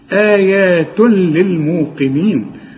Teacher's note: القاف انت عارف انها مفخمة، لكن في اخر درجات التفخيم لانها مكسورة